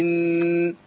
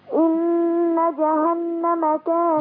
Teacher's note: النون عندي مشددة يبقى إن. نغنى حركتين. إن جهنم كانت.